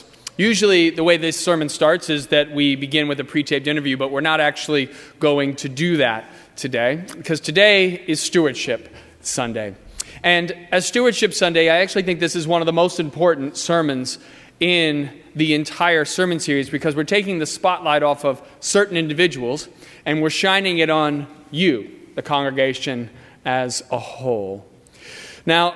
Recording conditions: large echoing room